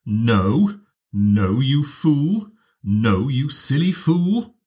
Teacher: the first note of each phrase, no, no, and no, starts very close to the bottom line. There's a little tail up, so there's a bit of a slide, but then they climb slightly.